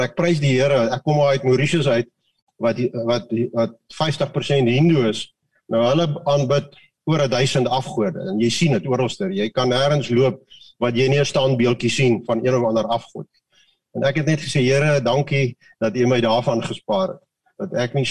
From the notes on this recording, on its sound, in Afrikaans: Manne van die Woord Zoom Byeenkoms.